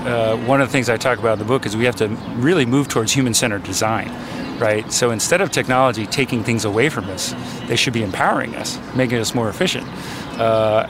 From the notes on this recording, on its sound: Takin A Walk in the Public Garden in Boston.